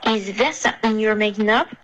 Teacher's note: something 的这一段呢喉音停顿有一点偏重了